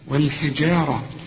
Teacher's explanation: الجيم هنا ممكن بتدخل في الشين وده خطأ